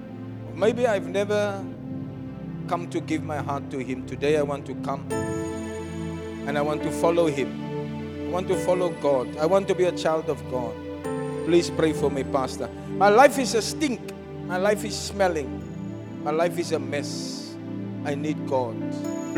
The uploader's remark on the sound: Preached at Zion Sanctuary, Cape Town on the 13 August 2023